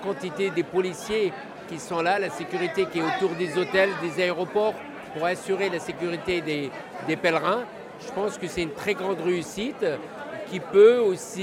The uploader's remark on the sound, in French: un reportage en direct de Djerba pour le pèlerinage de la Ghriba